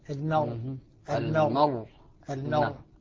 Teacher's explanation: عند السكون المحض الراء مفخمة